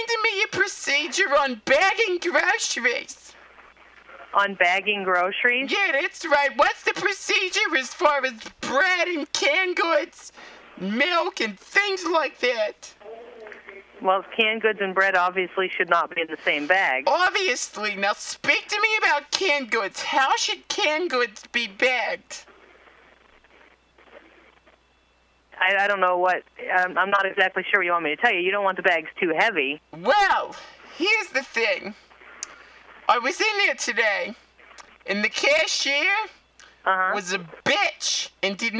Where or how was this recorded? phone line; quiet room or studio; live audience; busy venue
phone line